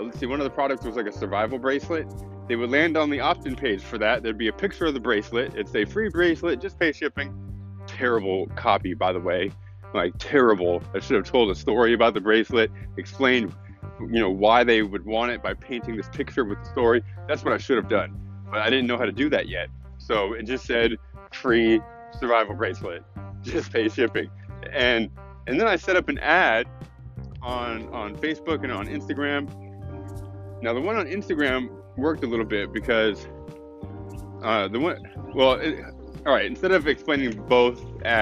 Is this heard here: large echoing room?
no